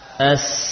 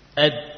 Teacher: As, suaranya berjalan mengalir. Dal, suaranya berhenti. Ed, tertahan pada makhrajnya.